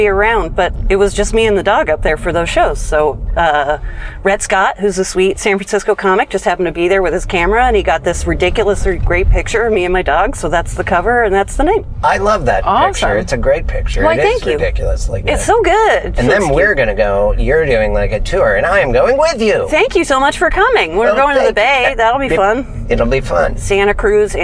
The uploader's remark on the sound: In the Car